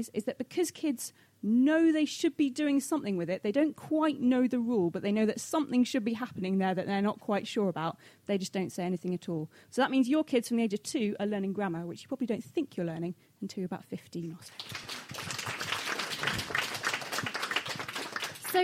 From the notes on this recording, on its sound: this month's live show panel of guests